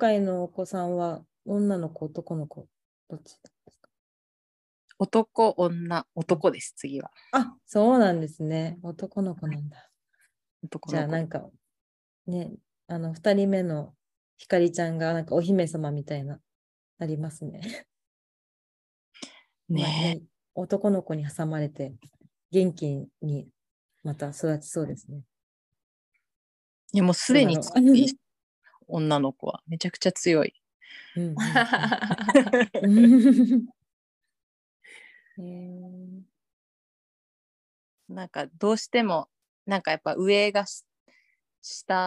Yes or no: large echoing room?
no